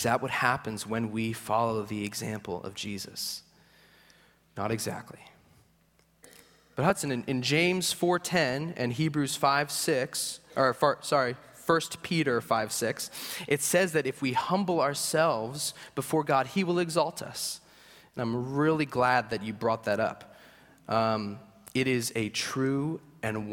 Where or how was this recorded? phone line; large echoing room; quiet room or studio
large echoing room